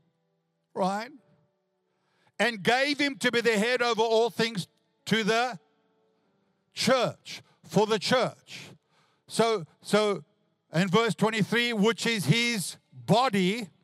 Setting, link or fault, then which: setting, large echoing room